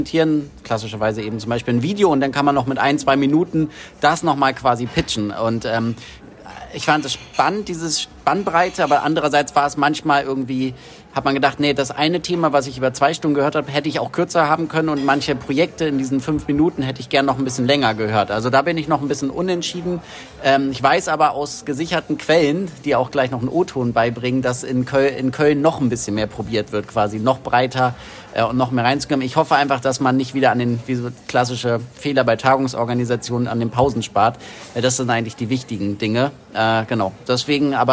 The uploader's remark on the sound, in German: vor Ort: TURN-Tagung 2022 in Kiel